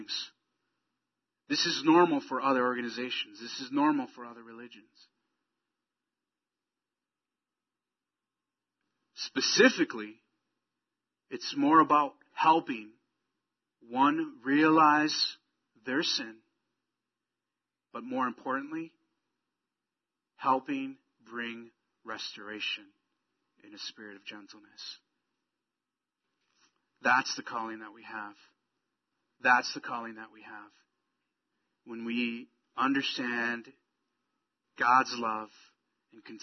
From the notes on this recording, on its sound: Sorry for the poor audio quality this week. Technical difficulties.